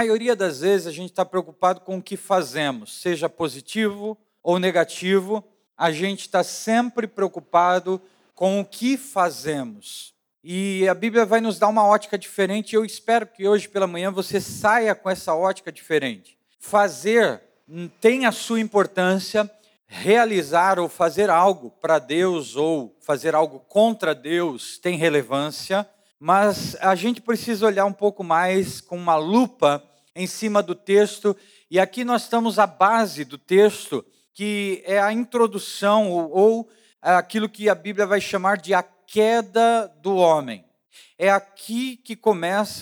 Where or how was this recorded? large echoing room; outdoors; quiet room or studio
large echoing room